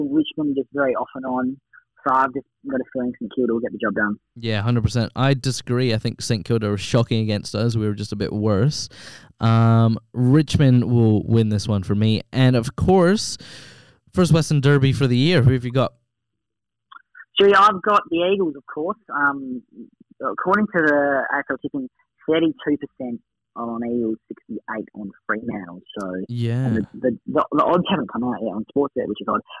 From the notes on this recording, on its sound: From the telephone to avoid that nasty bug thats floating around.